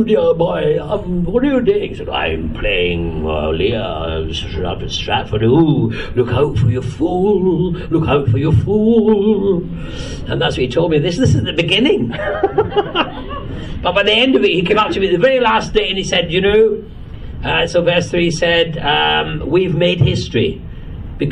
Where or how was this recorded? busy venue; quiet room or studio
busy venue